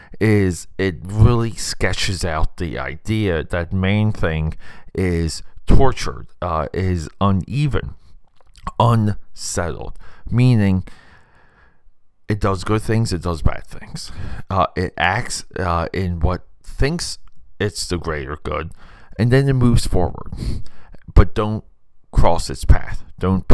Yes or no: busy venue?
no